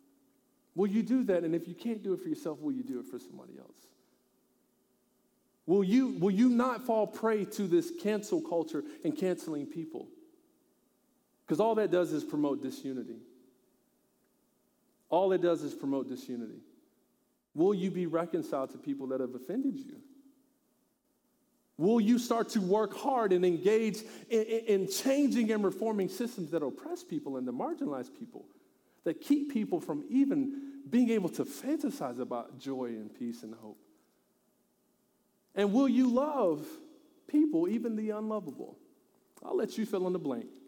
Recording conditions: large echoing room